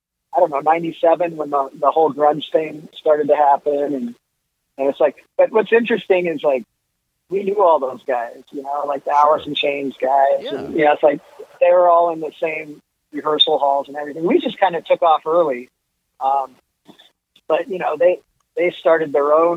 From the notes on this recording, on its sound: so I hopped on the phone